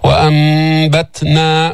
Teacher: فقلبنا هذه النون الساكنة ميما عند الباء بدون تشديد. وأنبتنا مع إطباق الشفتين، لأن الميم لا يتأتى النطق بها إلا بإطباق الشفتين. · Term: الإقلاب